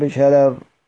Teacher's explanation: إذا وقفت الورش على قوله تعالى بشرر رققت من أجل الفتحة الممالة، رققت من بشرر.